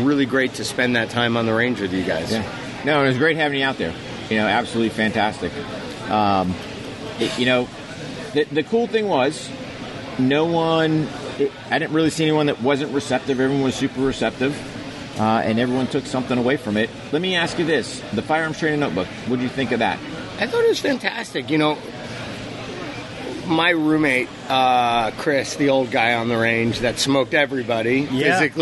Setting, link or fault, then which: setting, busy venue